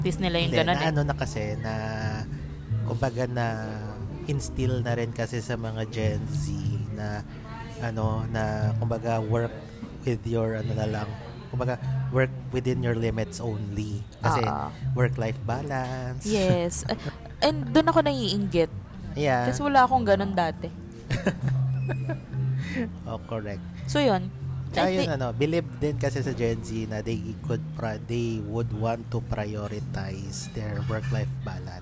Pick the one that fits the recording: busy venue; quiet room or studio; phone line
busy venue